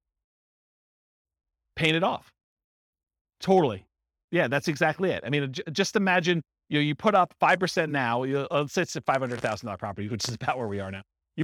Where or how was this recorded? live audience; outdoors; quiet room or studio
live audience